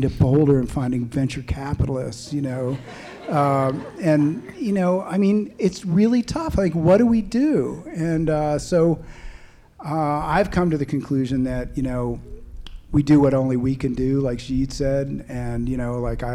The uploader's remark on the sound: This episode was recorded in front of a live audience at the Boulder Bookstore.